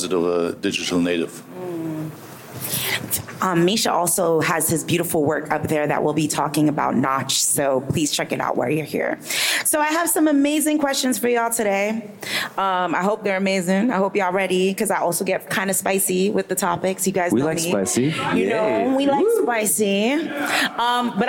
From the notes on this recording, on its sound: Presented by Beatport.io, the "Digital Resonance" panel at Gateway Korea featured a varied array of viewpoints presented by five distinct speakers representing different areas of the music industry.